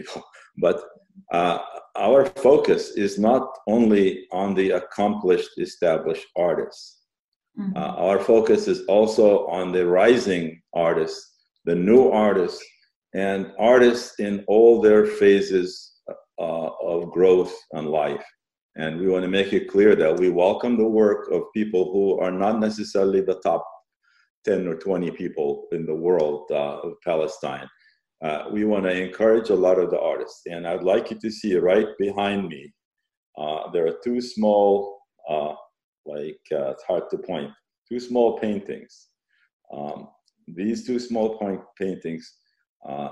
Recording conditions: video call